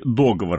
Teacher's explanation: Нормой теперь становится ударение на первый слог в слове «договор»